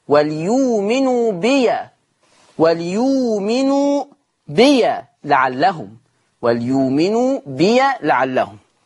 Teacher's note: قرأ ورش بفتح ياء بي وصلا، وليؤمنوا بي، وليؤمنوا بي لعلهم، وليؤمنوا بي لعلهم.